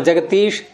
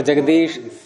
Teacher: एक गुंजन ध्वनि निकलती है वर्गों के तीसरे अक्षर को बोलते समय, एक नाद उत्पन्न होता है · Shown in: second take